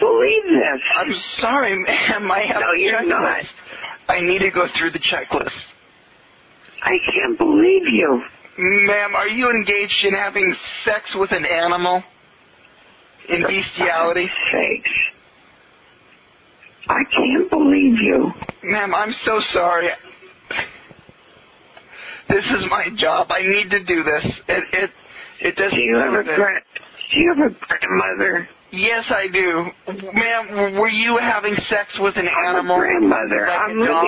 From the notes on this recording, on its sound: …'s Personal Prank Phone Calls Collection.